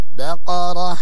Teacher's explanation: الباء مرققة والقاف مفخمة والراء أيضا مفخمة، بقرة وأيضا مع ترقيق الهاء، لأن الكثير يجي يقول بقرة يعني يفخم الهاء، ولا بد من ترقيق الهاء لأنها مستفلة.